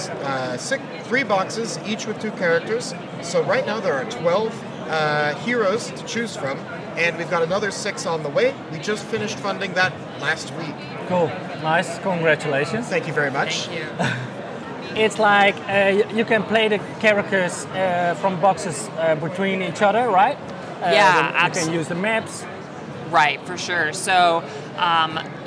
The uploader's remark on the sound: recorded a few interviews with different publishers live at Spiel